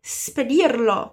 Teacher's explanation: Olha aí de novo o S surdo, hein?